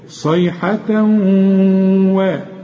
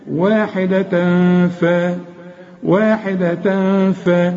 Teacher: الاولى ادغام، الحرف كأنه مشدد، كأن الواو مشددة صيحة و، إنما دي إخفاء واحدة ف واحدة ف، شوف الف مش مشددة خلاف الواو